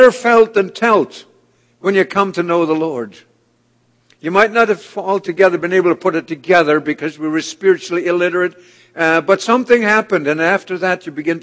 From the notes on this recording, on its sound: This audio sermon entitled, A Chosen Vessel, was delivered at The People’s Church of Somerville, NB.